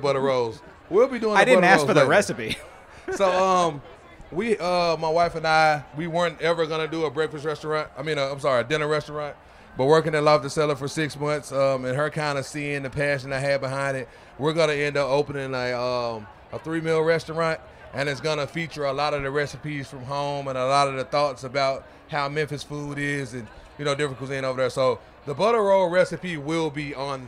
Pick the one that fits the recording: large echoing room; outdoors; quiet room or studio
outdoors